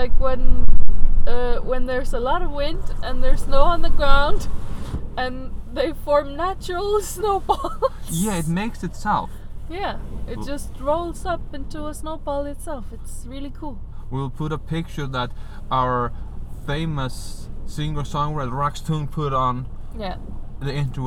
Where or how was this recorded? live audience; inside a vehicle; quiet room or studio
inside a vehicle